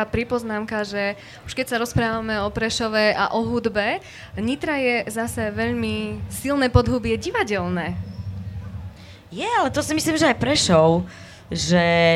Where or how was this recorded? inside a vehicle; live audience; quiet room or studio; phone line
live audience